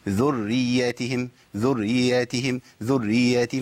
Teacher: بيركز في المشدد الأول اللي هو الراء، والياء بعد كده ملهاش تشديد وممكن ما تضيع خالص.